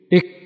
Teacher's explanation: فتجد أن النفس والصوت كليهما ينقطع · Term: الشدة